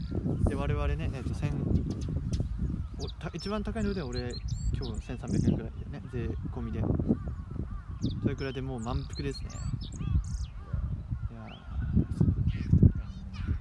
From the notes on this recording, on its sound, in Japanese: 目の前にシャボン玉が出没。風の音で音声が聞きとりにくい関係上BGMはありません。Anchor←このアプリで収録してます。